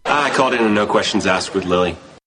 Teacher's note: In this phrase, he's also linking the word asked into the word lily, so the T is also very tiny. · … tends to say the K, but as a very small sound.